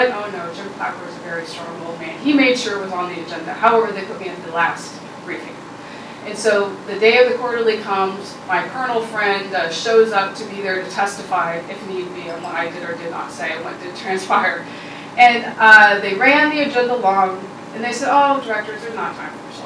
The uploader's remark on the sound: Her remarks were recorded at CBLPI's annual Capitol Hill Intern Summit on June 3, 2016.